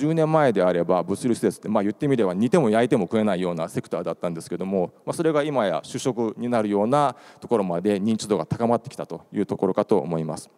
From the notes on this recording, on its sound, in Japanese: 1月28日に東京証券取引所で開催した「J-REITファン2017」に登壇した「ラサールロジポート投資法人」のIRセミナーをダイジェスト版でお送りします。